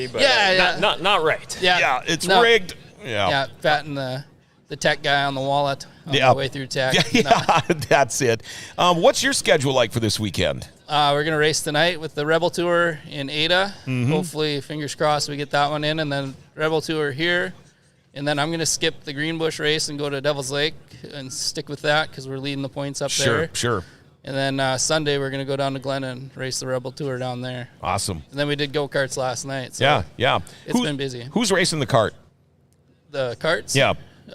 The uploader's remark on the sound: We are live from the Greater Grand Forks Fairgrounds.